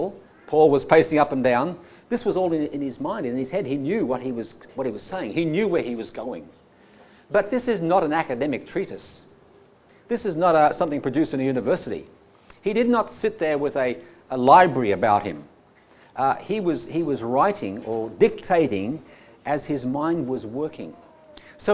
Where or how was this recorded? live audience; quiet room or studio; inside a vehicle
live audience